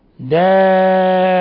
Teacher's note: مد متصل لاتصال الهمزة مع حرف المد في نفس الكلمة، يمد من 4